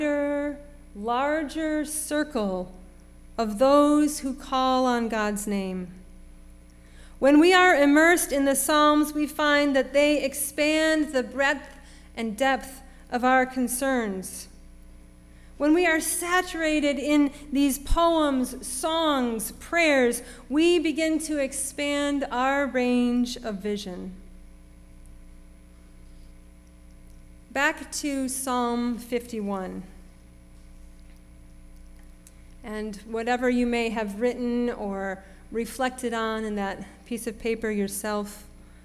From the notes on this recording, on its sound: Sermon preached at RCHP on February 26, 2023.